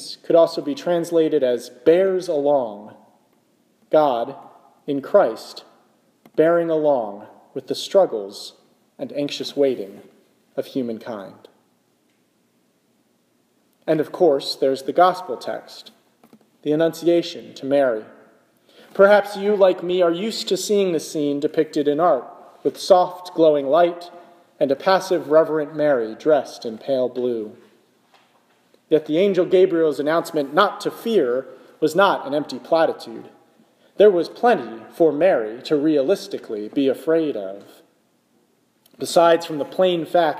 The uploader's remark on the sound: This is a sermon I preached in the chapel at the Clinical Center of the National Institutes of Health in Bethesda, MD, on December 24, 2017.